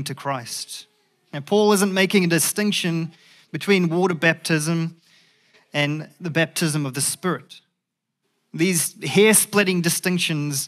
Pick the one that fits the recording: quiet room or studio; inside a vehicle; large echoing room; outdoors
large echoing room